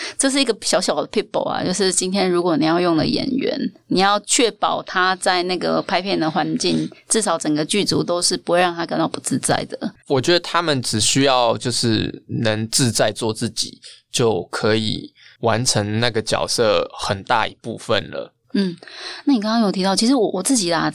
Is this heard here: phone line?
no